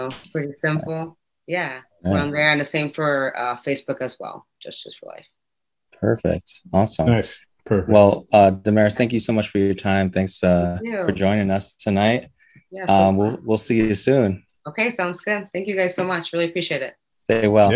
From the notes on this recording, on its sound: Recored Live on Zoom